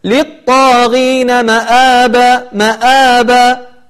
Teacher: فيجب عليك أن تحقق الهمزة فتقول للطاغين مآبا مآبا، وتحاول أن تظهر هذه الهمزة وتحققها